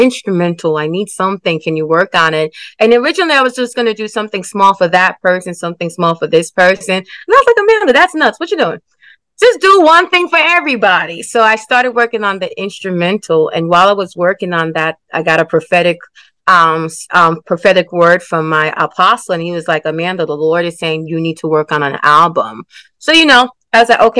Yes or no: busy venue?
no